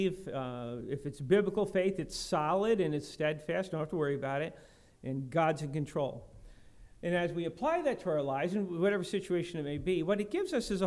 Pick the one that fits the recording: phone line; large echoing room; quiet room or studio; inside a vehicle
large echoing room